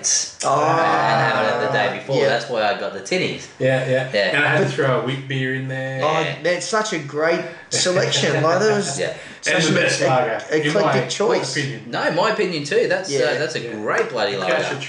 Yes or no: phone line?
no